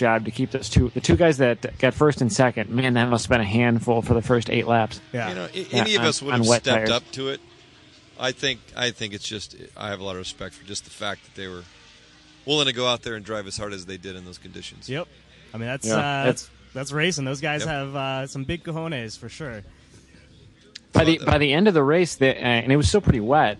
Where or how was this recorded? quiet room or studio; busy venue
busy venue